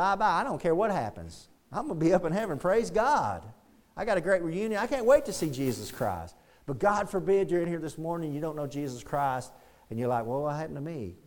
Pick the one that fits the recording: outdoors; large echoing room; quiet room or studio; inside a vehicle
large echoing room